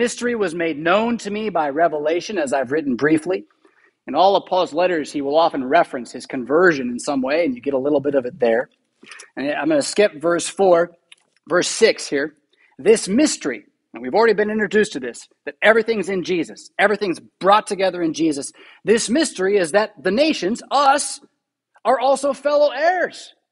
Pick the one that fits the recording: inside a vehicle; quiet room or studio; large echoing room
large echoing room